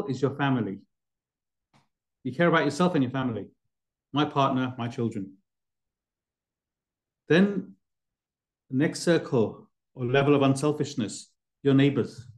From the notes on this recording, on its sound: Class given virtually on the 24th of December 2023. A live recording of a Bhagavad Gita class given virtually.